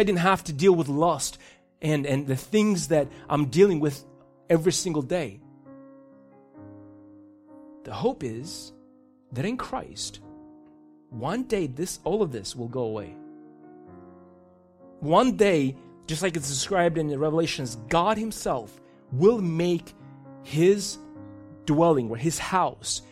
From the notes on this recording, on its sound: These messages are recorded live in churches all around the U.S but primarily at City Hill Church in Bellevue WA.